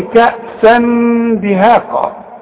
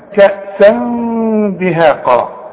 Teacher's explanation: بنخفي ونغن، والغنة بمقدار حركتين · Shown in: second take